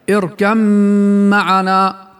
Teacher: وإدغامها يكون بتحويل الباء إلى ميم مشددة هكذا اركب معنا راحت الباء. · Term: إدغام المتجانسين